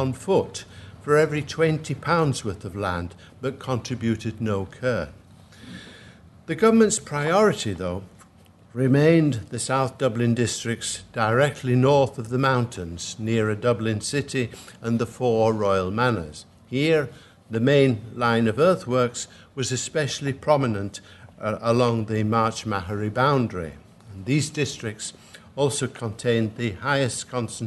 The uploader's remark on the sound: at the 2022 Tudor and Stuart Ireland Conference